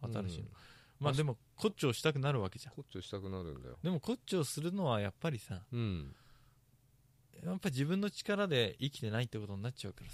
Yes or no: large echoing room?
no